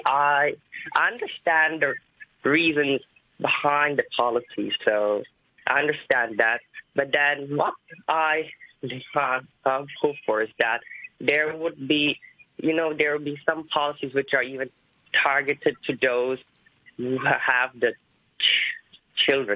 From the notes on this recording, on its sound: The Financial Secretary Phone-in. We'll have a special phone-in, with a chance to speak directly to the FS.